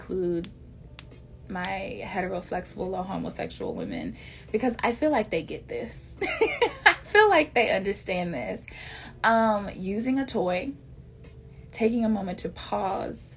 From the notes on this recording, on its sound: (I do not own the rights to any music heard in the background of this live recording.)